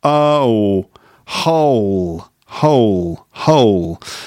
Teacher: And the vowel sound in hole is actually two vowels. It's a diphthong, oh, hole. So actually there is movement when you say the vowel sound there, hole.